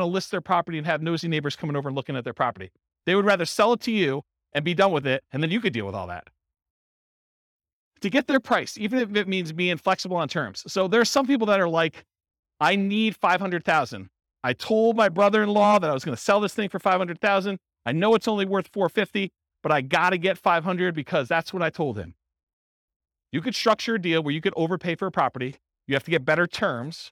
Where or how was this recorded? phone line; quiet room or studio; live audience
live audience